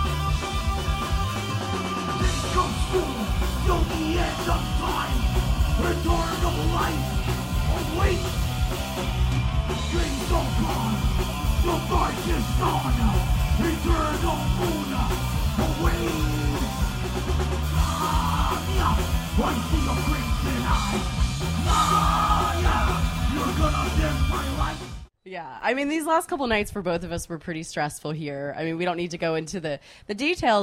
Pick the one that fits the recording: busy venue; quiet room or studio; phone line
busy venue